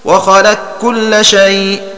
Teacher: إدغام القاف في الكاف في هذا الباب إدغام محض، لا تبقى معه صفة استعلاء القاف بلا خلاف